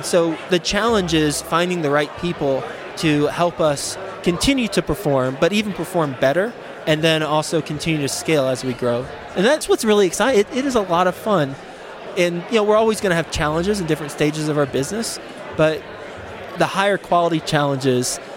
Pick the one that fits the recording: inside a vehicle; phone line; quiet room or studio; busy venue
busy venue